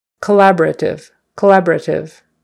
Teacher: It's one of those things where we start saying it fast and the vowel becomes minimized a little bit